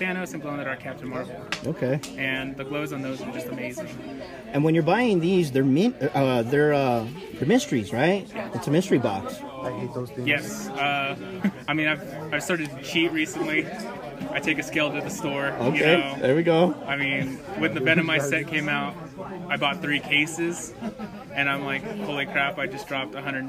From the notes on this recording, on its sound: In today’s episode the guys were live at Lobo Comics